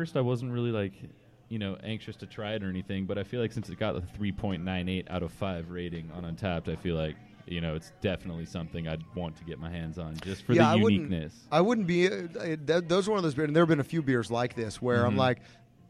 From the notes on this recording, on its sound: On location at the Mission Oaks Cafe.